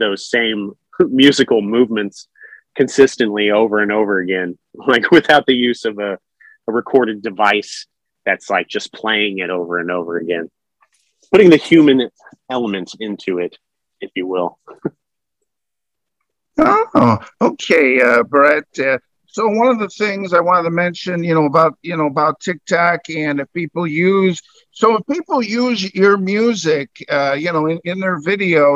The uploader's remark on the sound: Original Zoom Audio.